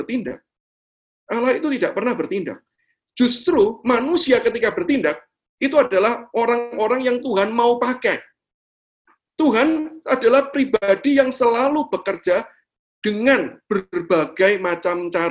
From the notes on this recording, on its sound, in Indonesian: Rekaman Webinar yesHEis.